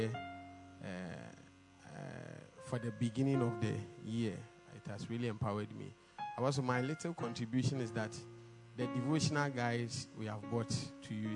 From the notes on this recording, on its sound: Preached at the Kingdom Sight Service